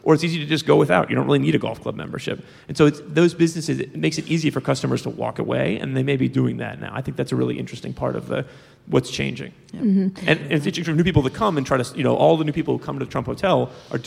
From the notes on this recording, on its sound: at the 2017 Texas Tribune Festival in Austin